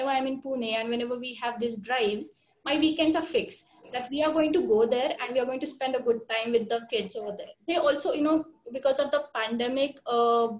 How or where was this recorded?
video call